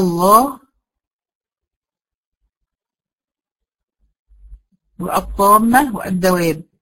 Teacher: بمدهم كلهم 6 حركات لان حرف مد وراه حرف مشدد · Term: مد لازم كلمي ايه مثقل